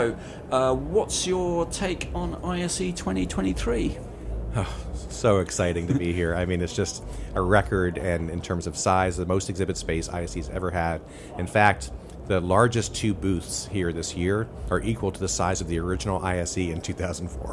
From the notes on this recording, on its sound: recorded at ISE 2023 in Barcelona